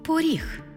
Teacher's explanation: Звук «о» наближається до звуку «у», що ми позначимо в транскрипції.